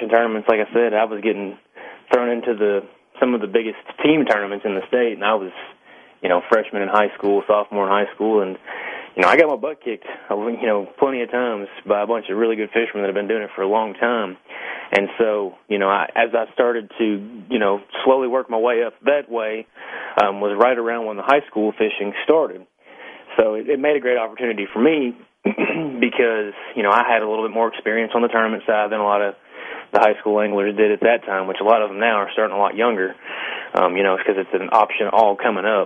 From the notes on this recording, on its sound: answers your phone calls